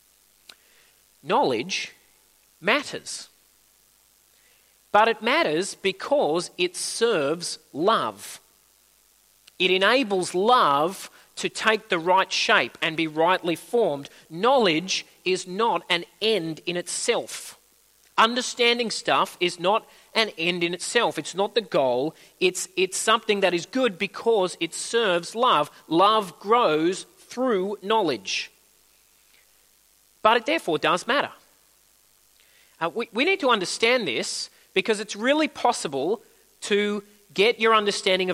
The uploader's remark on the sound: At a Church in the Graveyard service